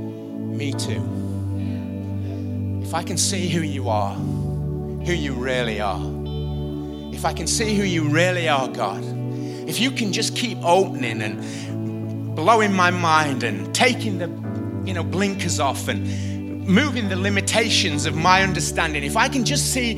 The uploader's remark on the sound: IKON Church. Recorded live at the Chesterfield Campus this is the message from the evening service on the 16th February 20.